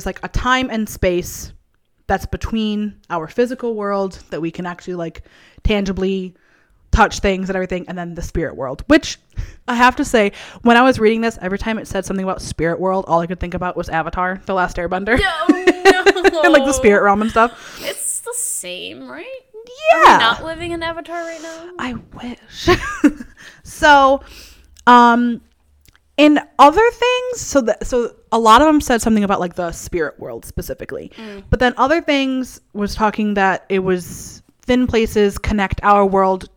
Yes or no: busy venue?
no